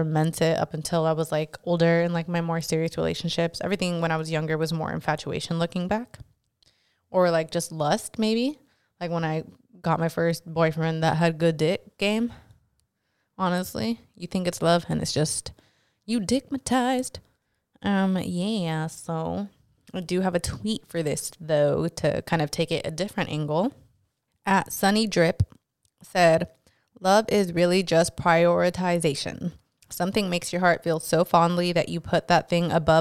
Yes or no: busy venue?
no